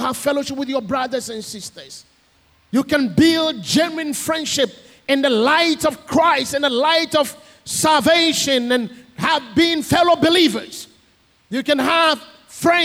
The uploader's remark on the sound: Sermon preached at CBC Adabraka Campus